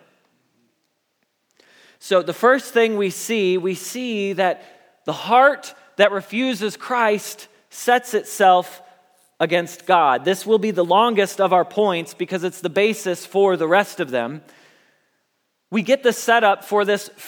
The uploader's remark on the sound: Message Preached at Valley Creek Church